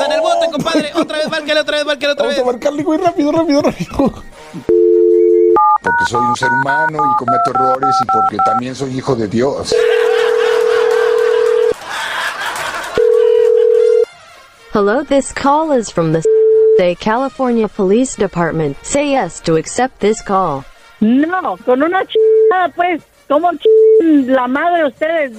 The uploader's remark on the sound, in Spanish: le llama a su esposa